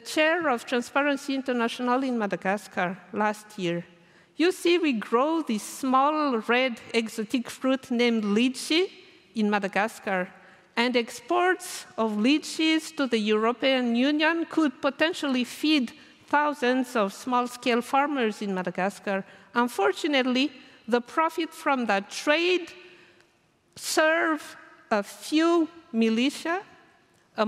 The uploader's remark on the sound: Recorded at the 2023 Oslo Freedom Forum.